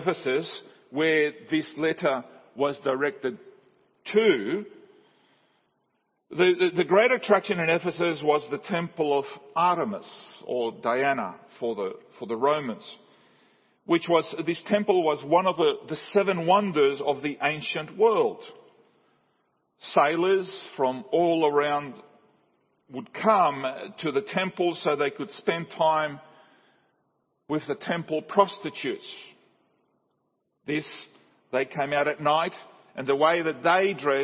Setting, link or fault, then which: setting, large echoing room